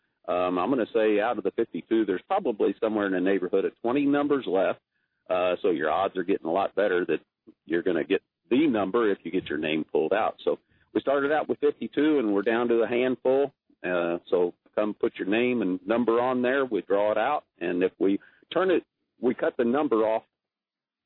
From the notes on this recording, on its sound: open phones